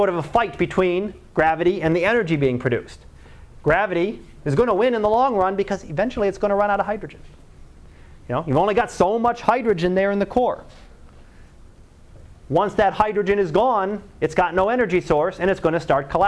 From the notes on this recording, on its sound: Live Class Lecture.